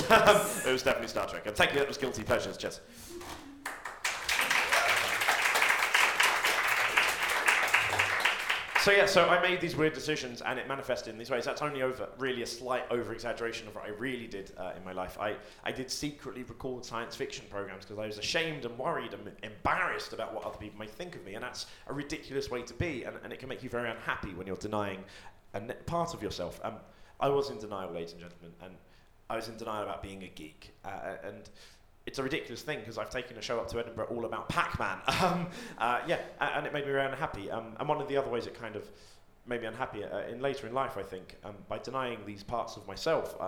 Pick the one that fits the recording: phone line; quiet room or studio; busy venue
busy venue